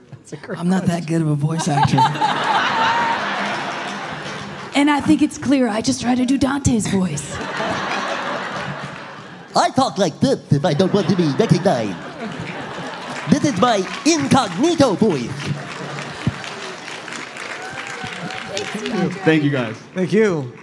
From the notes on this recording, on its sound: Live From Emerald City Comic Con ’21! This exclusive release of the live Avatarverse panel at ECCC. Recorded in the chilly December clouds of beautiful Seattle at Emerald City Comic Con. Before turning the questions over to the audience!